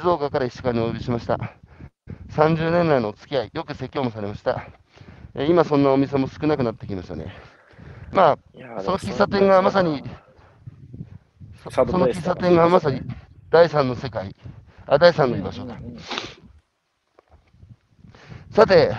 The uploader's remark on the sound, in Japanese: 歩きながら1時間、対談する。